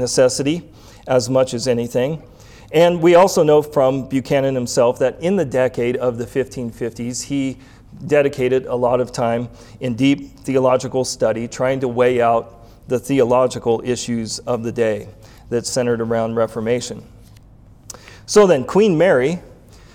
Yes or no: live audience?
yes